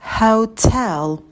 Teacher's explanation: И в конце у нас темный звук L.